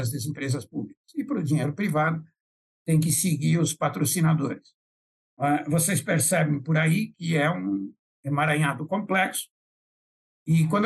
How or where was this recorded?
video call